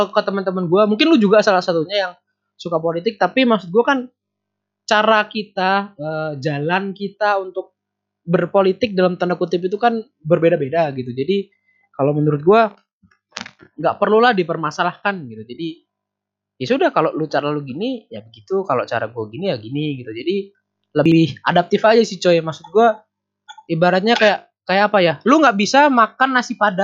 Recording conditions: drop-outs